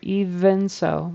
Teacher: V is the voiced partner to F. So your teeth are on your bottom lip.